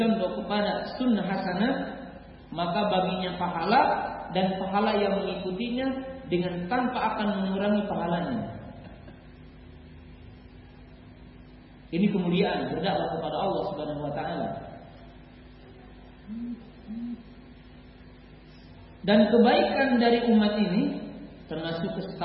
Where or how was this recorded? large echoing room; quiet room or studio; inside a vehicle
large echoing room